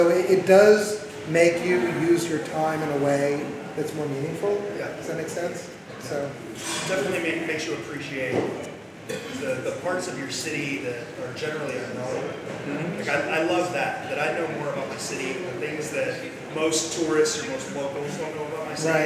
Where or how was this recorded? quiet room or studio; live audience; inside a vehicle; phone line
live audience